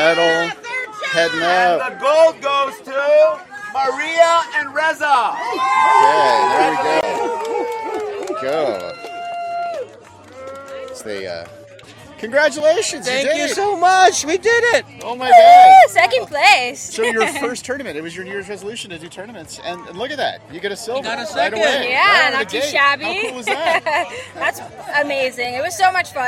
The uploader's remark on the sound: Shamrock Open Live Day 2. Live episode of the Third Shot Podcast with various special guests.